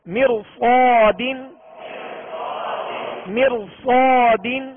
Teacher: را ساکن اسی کلمہ میں ہے اور را ساکن سے پہلے اسی کلمہ میں زیر اصلی ہے مر، اور اس کے بعد صاد حرف مستعلیہ میں سے ہے لہذا اس را کو پر پڑھیں گے